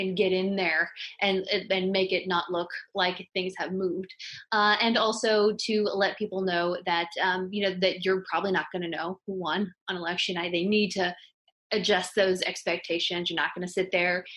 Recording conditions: video call